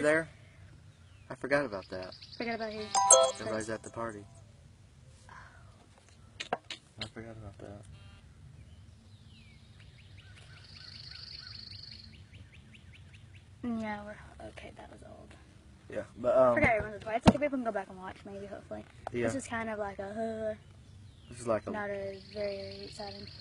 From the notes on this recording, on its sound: This episode was recorded as a video and you can hear us talking about getting everything in order. We were outside when we filmed this, not the best idea, but thought it would be fun because we recorded this originally as a video.